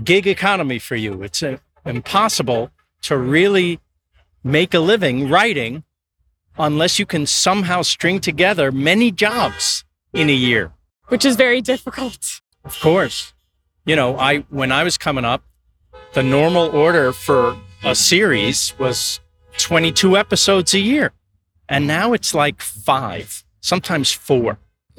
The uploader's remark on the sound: Live From the WGA Picket Line